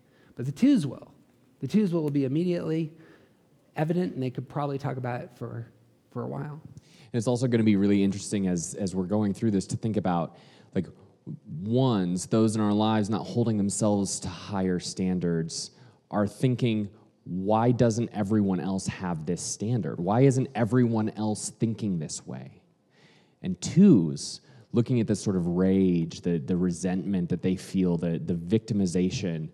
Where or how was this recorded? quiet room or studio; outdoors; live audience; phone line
live audience